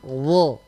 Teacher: Bedanya cuma kalau dho dinaikkan pangkal lidah. Dho. Kalau dha diturunkan, didatarkan.